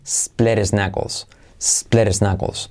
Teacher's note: La H de his también saltamos y como es split, his knuckles se convierte en split his knuckles.